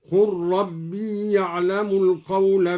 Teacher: قرأ الدوري بضم القاف وإسكان اللام